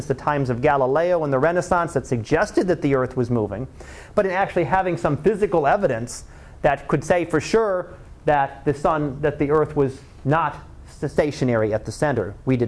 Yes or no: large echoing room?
yes